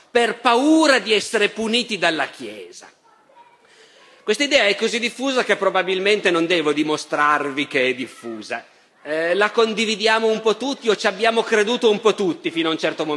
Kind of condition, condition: setting, live audience